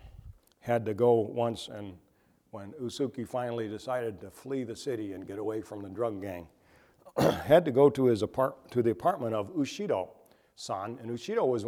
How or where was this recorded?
large echoing room